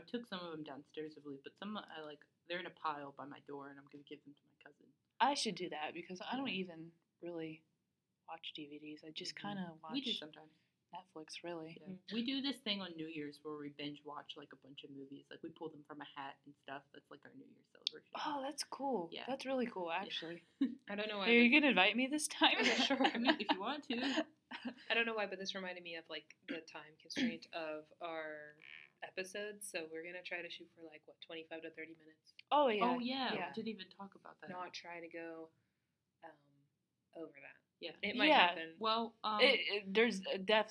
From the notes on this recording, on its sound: we're still adjusting to the audio setup.